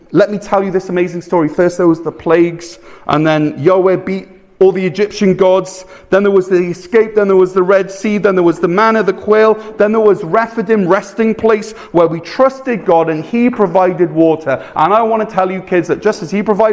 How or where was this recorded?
large echoing room